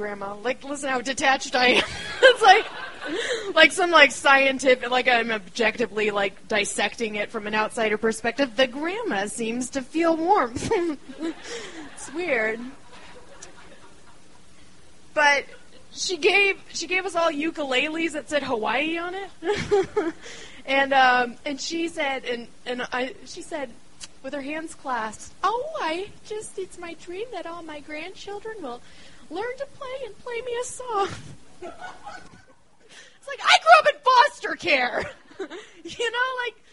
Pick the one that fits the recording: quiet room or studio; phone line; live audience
live audience